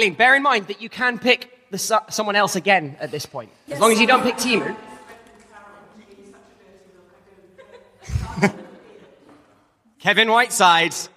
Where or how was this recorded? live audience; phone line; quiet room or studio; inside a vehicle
live audience